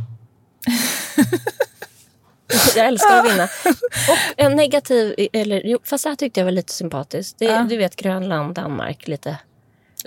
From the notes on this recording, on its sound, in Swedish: Från ett hotellrum i Köpenhamn till en elbil på Söders höjder … Där skedde nämligen dagens inspelning.